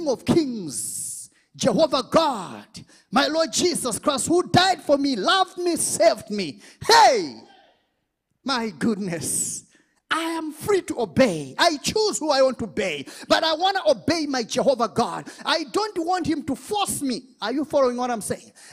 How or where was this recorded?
large echoing room